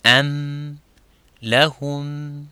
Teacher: Légèrement, vous êtes en train de placer le mime, les lèvres se placent l'une contre l'autre doucement et ne pas euh, fortement